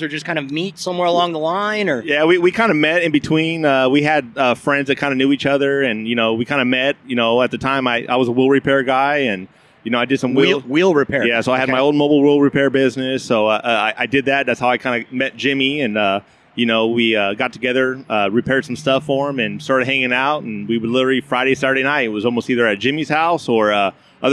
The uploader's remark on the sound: As you can probably hear, I’m not inside in a studio. We’re actually at Ontario Volkswagen in the Los Angeles suburb of Ontario, California, and we’re outside at the Oktoberfest, the 2nd annual Ontario Volkswagen Oktoberfest. We’re podcasting outside.